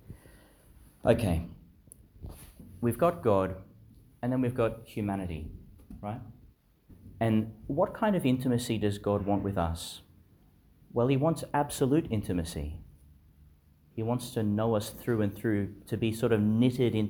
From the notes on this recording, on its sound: delivered in St Joseph's Church, Biloela, Qld